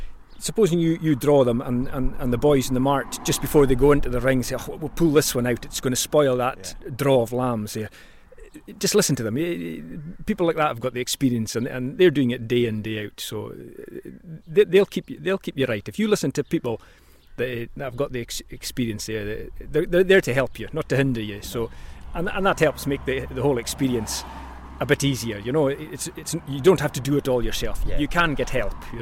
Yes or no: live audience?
no